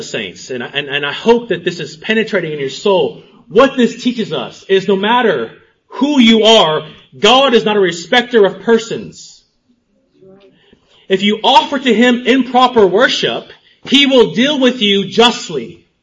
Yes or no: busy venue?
no